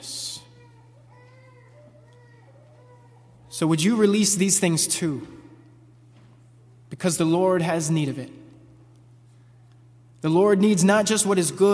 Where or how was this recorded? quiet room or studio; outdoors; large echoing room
large echoing room